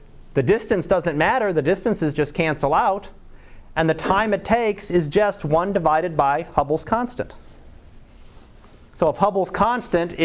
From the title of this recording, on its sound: Live Class Lecture